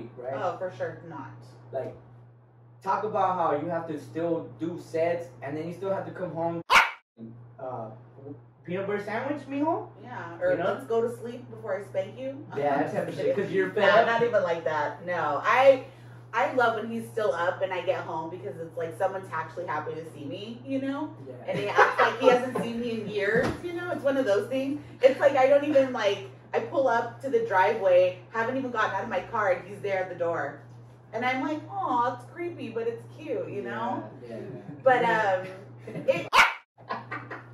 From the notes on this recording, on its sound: WOULD LIKE TO APOLOGIZE FOR THE SOUND QUALITY, yea it sucks.